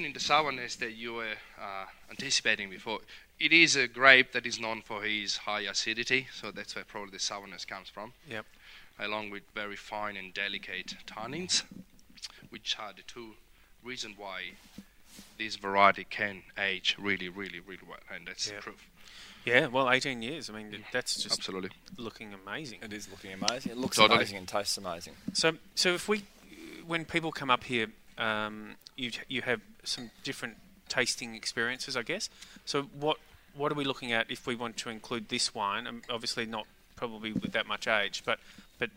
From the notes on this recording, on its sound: King Valley Outside Broadcast.